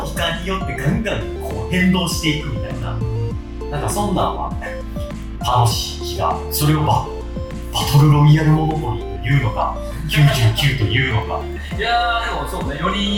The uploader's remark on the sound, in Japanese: 録音環境が騒がしく編集・調整しておりますが、少し聞きずらい所がございます。